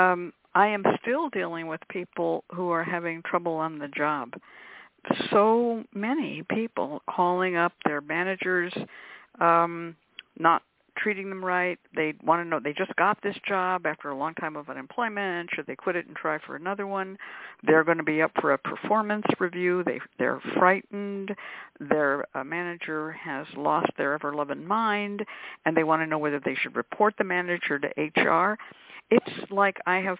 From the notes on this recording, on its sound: a real, live call-in show